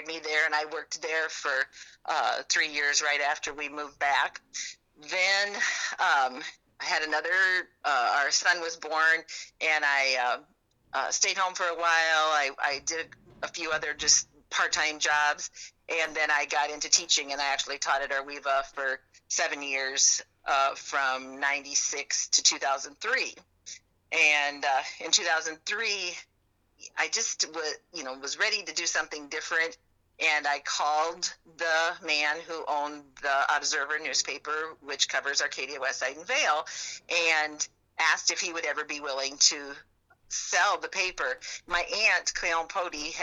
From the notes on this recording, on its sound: I figured out how to record phone calls!